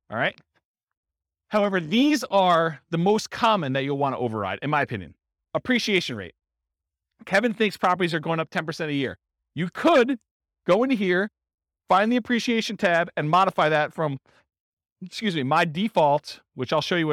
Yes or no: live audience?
yes